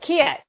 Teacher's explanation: What happens is that started sounding like ah. So ah, the cat vowel had to move, and the only place it can move, because it's in the low part of the mouth, is up. So it started to sound more like kiet. · Term: chain shift